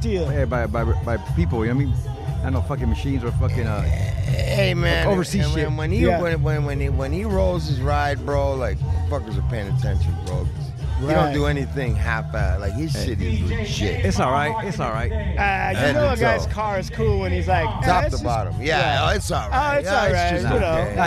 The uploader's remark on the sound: the Santa Monica Car Show recorded live